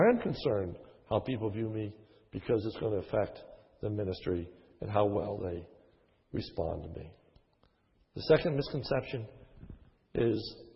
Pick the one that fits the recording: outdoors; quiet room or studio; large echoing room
large echoing room